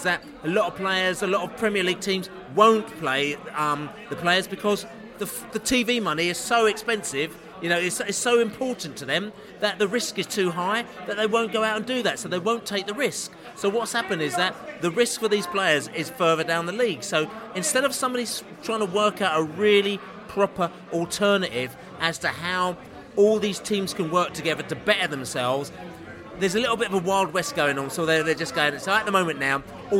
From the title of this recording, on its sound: Chelsea pre-match podcast from the pub